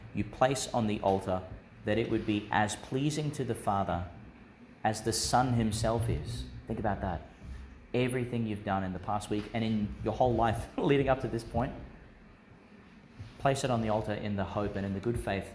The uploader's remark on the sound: Delivered in Our Lady of Mt Carmel Church, Mt Larcom, Qld.